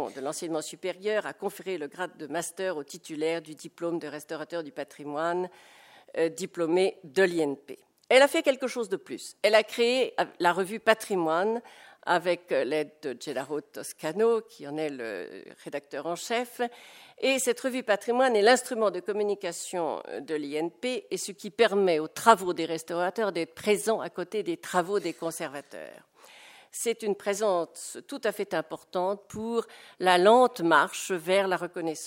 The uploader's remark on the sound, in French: Intervention enregistrée le 24 novembre 2010 dans le cadre du colloque